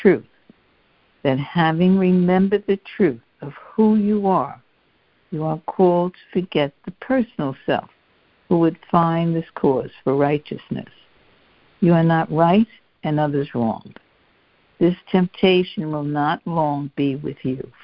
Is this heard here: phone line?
yes